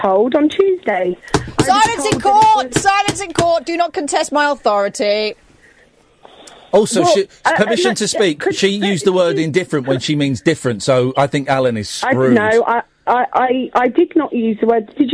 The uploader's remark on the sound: joined on the phone